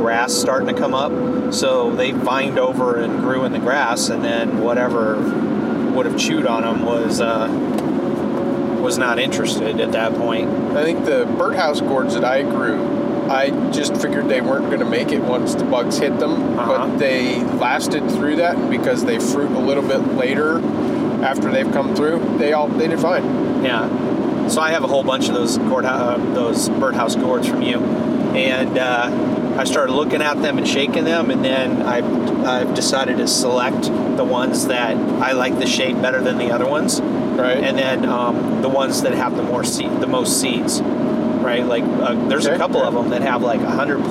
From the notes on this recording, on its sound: This episode was recorded while we were on the road to an event (there is some road noise).